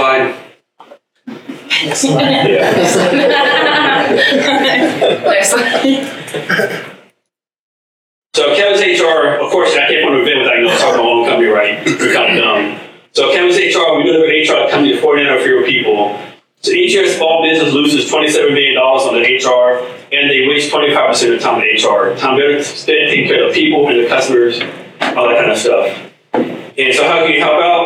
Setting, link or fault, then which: setting, busy venue